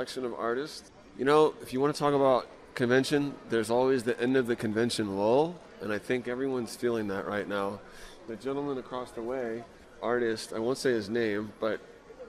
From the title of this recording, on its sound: Live” at StocktonCon Summer 2021